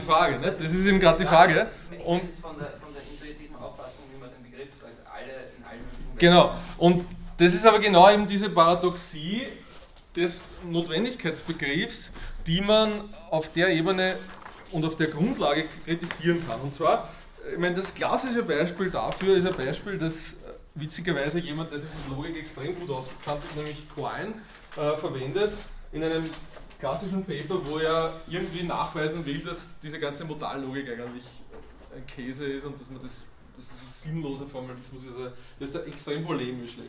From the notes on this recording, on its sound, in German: Diese Vorlesung wurde von Studierenden aufgenommen